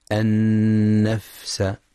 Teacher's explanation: وينتبه لهمس الفاء الساكنة النفس